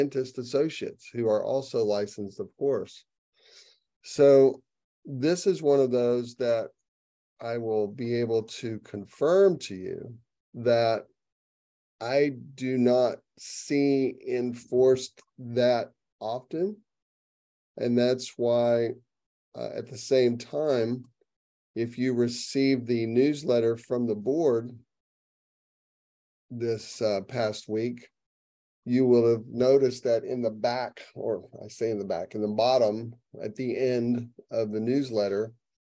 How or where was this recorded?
video call